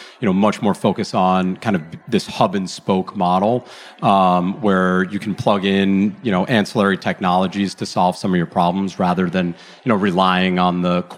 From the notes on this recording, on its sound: This recording is from Fintech Nexus USA (formerly known as LendIt Fintech USA) held at the Javits Center in New York City on May 25-26, 2022.